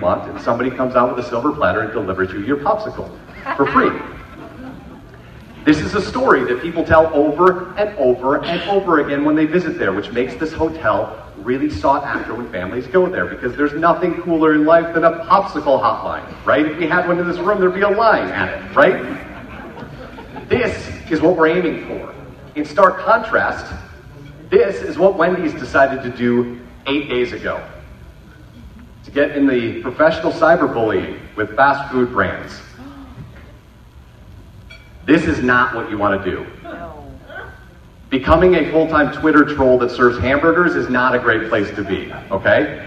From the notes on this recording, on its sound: Keynote: Appetite For Disruption in Flint. For the first keynote of 2018. The audience was awesome.